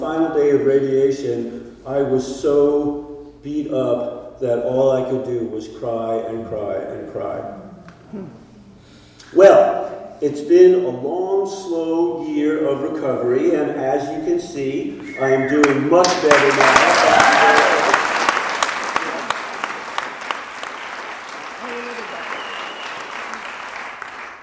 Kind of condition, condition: setting, live audience